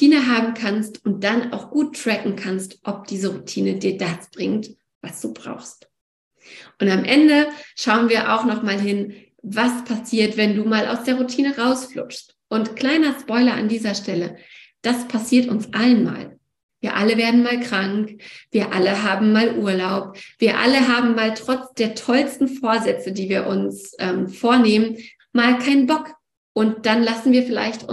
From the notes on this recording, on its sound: Wo: Online via Zoom.